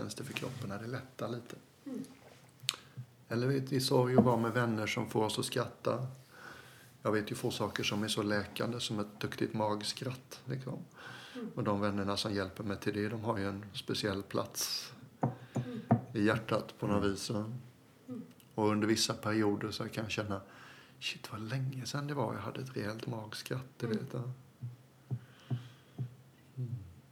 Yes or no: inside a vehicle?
no